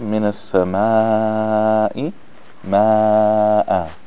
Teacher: So that ah sound, the alif sound, when it's elongated, that comes from the jawf.